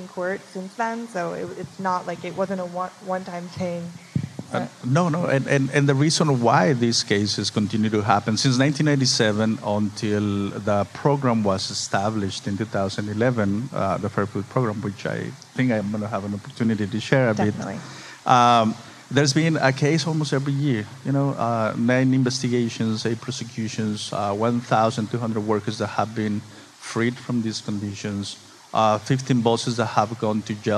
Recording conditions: live audience